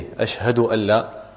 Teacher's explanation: the sukoon on the sheen is recited clearly, as well as the ha